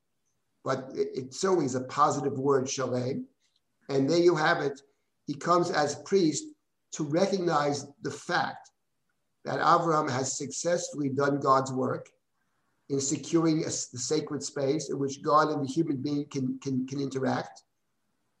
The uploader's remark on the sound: This audio was originally captured from Zoom